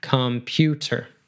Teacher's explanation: Actually, that last schwa is kind of interesting because it's the R kind of like gets sucked in by the vowel and it's almost a vowel in itself